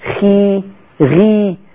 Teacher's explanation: يظهر عليها الكسر عند التفخيم، خاصة الخاء والغين، خاصة الخاء والغين، إذا جاءت الخاء مكسورة أو الغين مكسورة فتكون في أدنى درجات التفخيم · Term: التفخيم النسبي